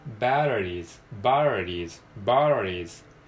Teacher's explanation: t というふうに発音するよりかは、えー、ラリルレロのラ行みたいな感じで発音します